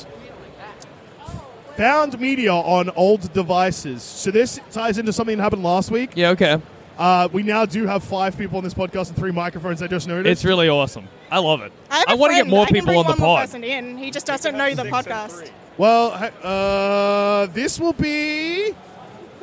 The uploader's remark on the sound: Record the first ever second ever podcast live from the floor of PAX AUS (2023).